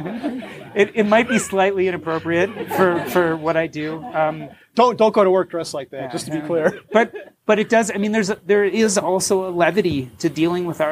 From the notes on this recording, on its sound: Money Mustache Headquarters during the Taking Stock book launch party. A live audience of sixty people as well as answer questions from the audience.